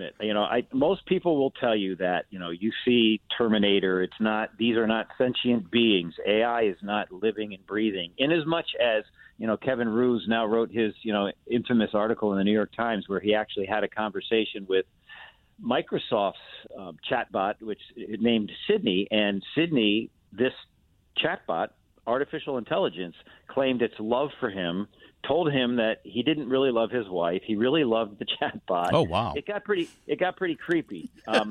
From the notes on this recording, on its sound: called